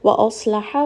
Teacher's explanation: sad is going to be heavy. Ha is going to be from the middle of the throat.